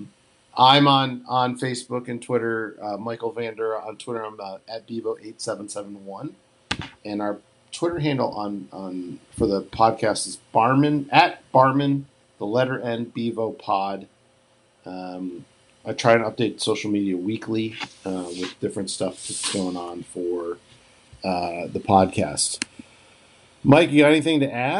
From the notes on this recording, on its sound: record from differnet locations over Facetime.